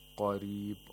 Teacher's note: قَاف has تَفْخِيم and the رَا has تَرْقِيق